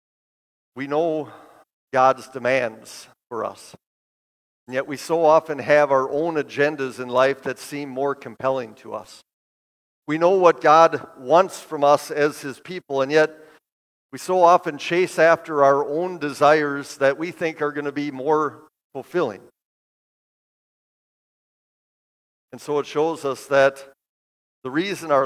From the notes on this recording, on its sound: Bethany, Appleton, WI. This sermon at Bethany's Sunday worship.